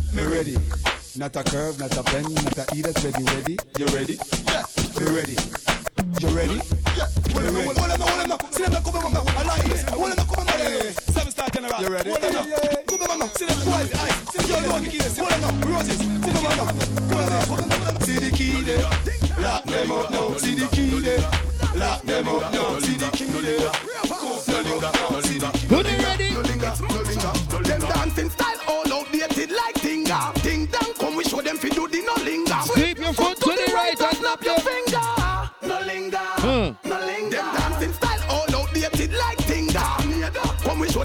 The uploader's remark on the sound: Live At The Huckster in Paddington where they do a Dancehall Brunch with social distancing in place